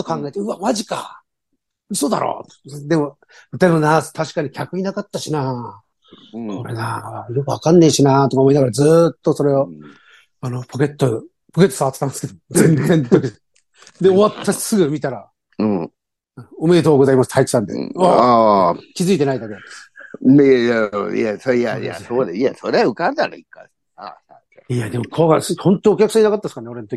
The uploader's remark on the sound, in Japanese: ZOOMで収録